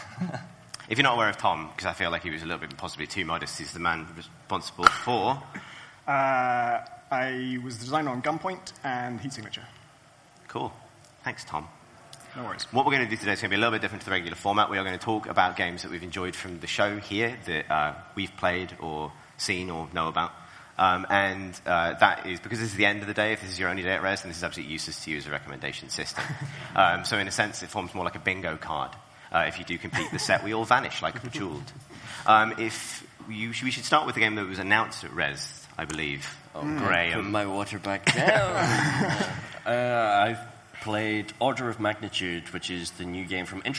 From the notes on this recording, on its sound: Live from Rezzed! Plus: real live questions!